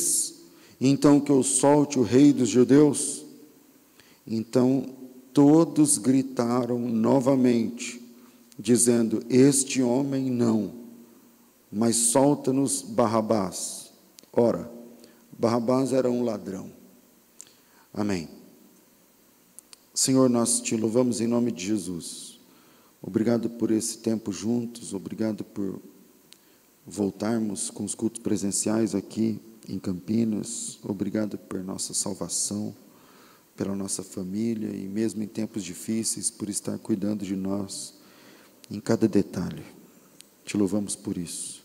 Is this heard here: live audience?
yes